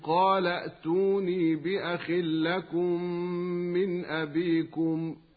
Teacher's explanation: فحين الوصل لا يوجد إلا همزة واحدة ساكنة، وفي هذه الحالة نجد أن الحركة التي على آخر الكلمة الأولى السابقة على ما كان فيها الهمزتان حلت محل همزة الوصل في التوصل بها إلى الساكن، ولا تبدل الهمزة الساكنة لأنها أصبحت ليست مسبوقة بهمزة أخرى كالقاعدة.